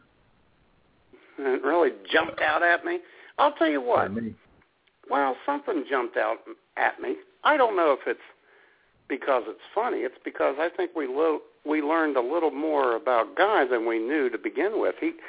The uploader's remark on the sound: Your phone calls.